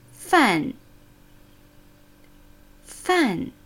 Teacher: Der vierte fallende Ton. Leichte frontsprachliche N.